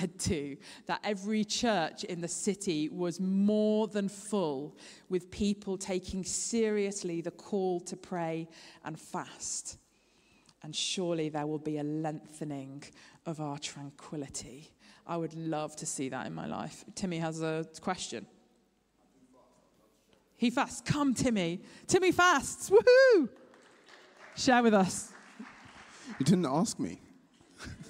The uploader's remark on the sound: Streamed live at St Paul's Shadwell on Sunday, 29 October 2023.